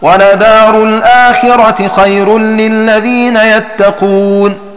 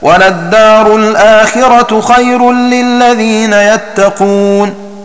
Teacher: والدال في قراءة ابن عامر مخففة · Shown in: first take · ويؤخذ تخفيفها من النص على أن اللام المحذوفة هي الأخرى وهي لام التعريف، فتكون الباقية هي الأولى وهي لام الابتداء، ولام الابتداء لا تدغم في الدال ولا في غيرها.